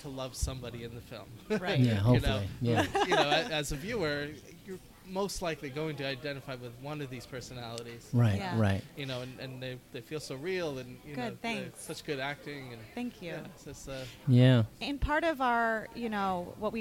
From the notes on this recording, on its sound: at the Kew Gardens Festival of Cinema Filmmakers Lounge at Ateaz